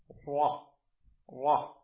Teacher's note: الراء أيضا من طرف اللسان مع شيء من ظهره